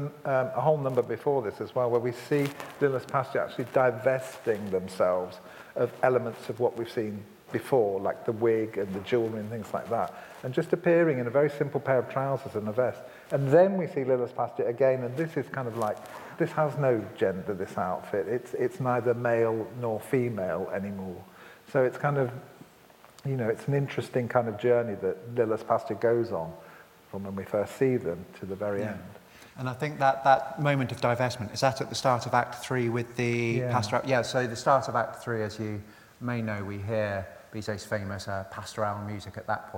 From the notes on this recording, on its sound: Recorded live at a seminar in the Howard Assembly Room at Opera North.